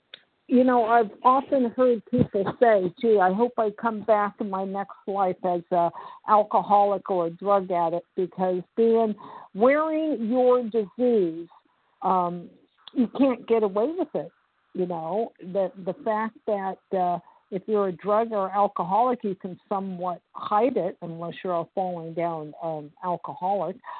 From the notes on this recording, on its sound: 100 Pounders Phone Meeting.